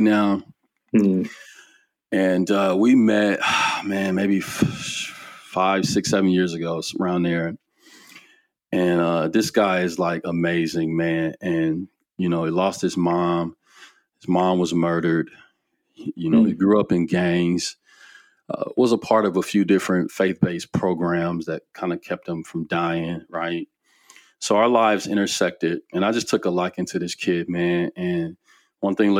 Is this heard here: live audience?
no